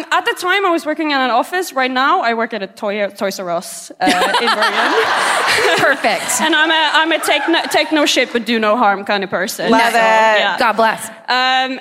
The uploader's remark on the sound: Live at the Folketeatret in Oslo